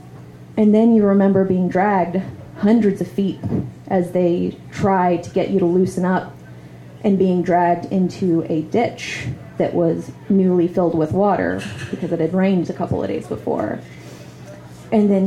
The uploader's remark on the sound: LIVE FROM GENUINE JOES